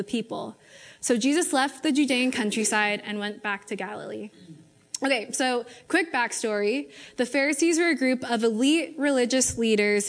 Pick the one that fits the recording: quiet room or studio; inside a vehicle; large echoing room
large echoing room